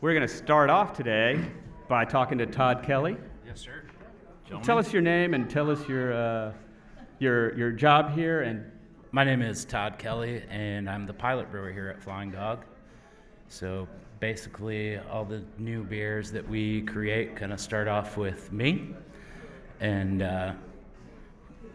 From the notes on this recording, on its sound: Flying Dog Brewery LIVE! Visit Flying Dog Brewery in Frederick, Maryland.